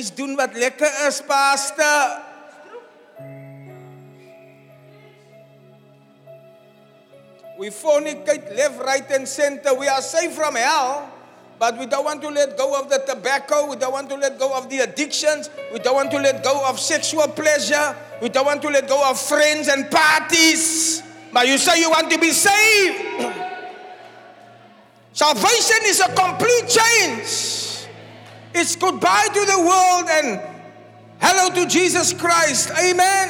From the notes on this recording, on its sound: Preached at the Zion Sanctuary, Cape Town on the 21 May 2023